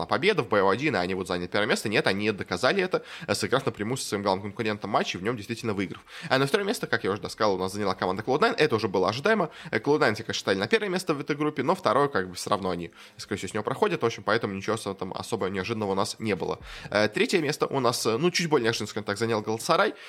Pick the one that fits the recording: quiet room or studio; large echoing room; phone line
quiet room or studio